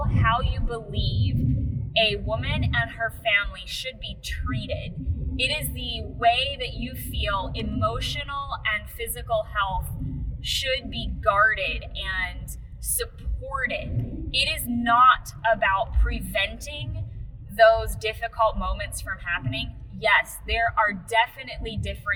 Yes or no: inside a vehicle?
yes